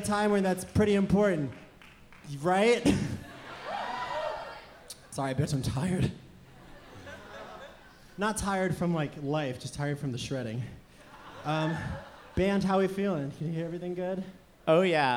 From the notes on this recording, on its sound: Live In Concert, SXSW 2017. The band's set at Stubb's BBQ in Austin, Texas, recorded live for NPR Music.